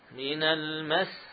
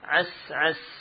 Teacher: Saat diwaqafkan sama. Antara sin musyaddadah dengan sin yang tidak bertasydid sama saja.